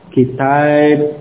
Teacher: Tidak kitab, tidak kitabun, tapi alifnya agak diarahkan ke ya · Term: imalah